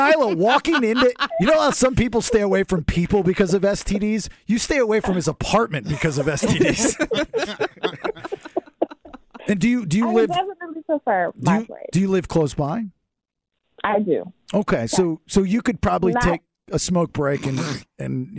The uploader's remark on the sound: property manager called into the show